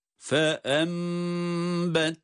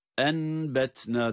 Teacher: burada nun ihfa ile değil ba kendisinden sonra gelmesi itibariyle iklab oluyor. Yani nun mime dönüşüyor. · Shown in: first take